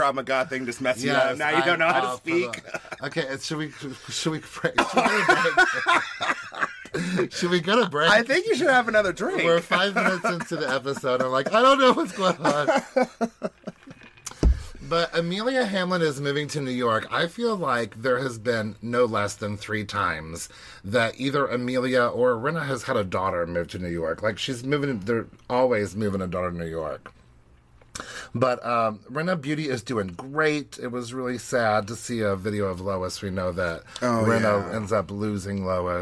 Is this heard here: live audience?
no